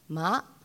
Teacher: Ma, high rising, mother